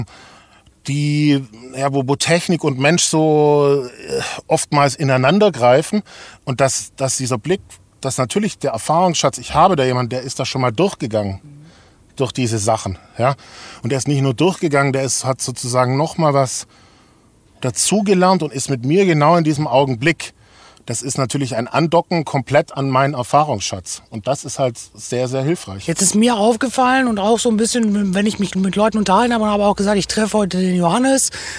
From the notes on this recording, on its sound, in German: Aufgezeichnet wurde die Folge im Übrigen beim diesjährigen Pirate Summit in Köln bei gefühlten 80 Grad in unserer #ChevyLady. Falls Ihr hier und da also das Gefühl bekommt, etwas Rauch aufsteigen zu hören, dann war es vermutlich einer der Aufgüsse die wir uns an dem Tag gegönnt haben.